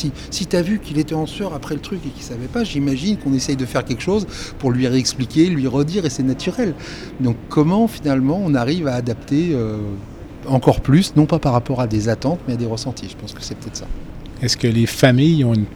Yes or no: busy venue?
yes